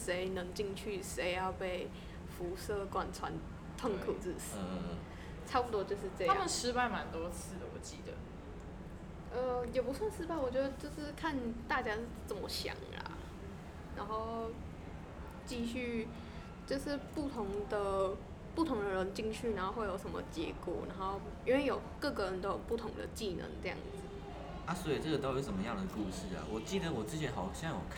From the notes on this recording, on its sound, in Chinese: 本集為我們第二次錄音(風聲有點大)。